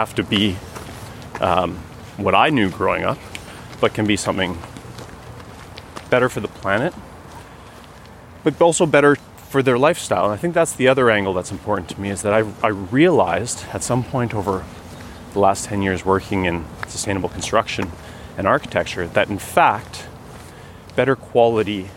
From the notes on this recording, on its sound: This conversation was recorded on May 2, 2021, on a long walk. Home in Ottawa along bike paths and into the Ottawa Arboretum.